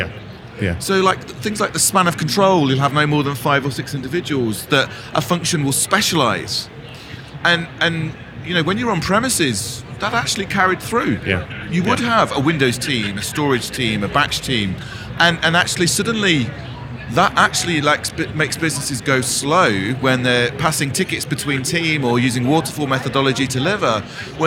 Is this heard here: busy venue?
yes